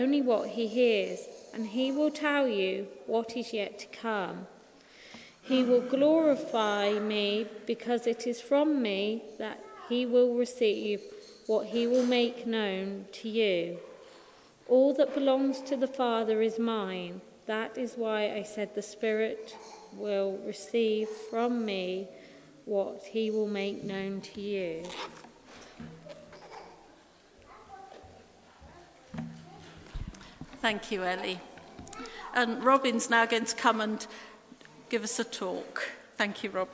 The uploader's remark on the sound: Christ Church, Bayston Hill (UK)